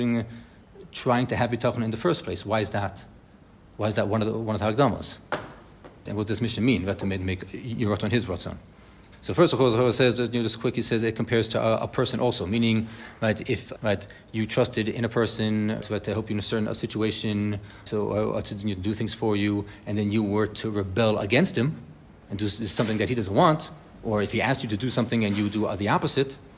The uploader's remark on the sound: Bitachon Chabura in RBS for this live recording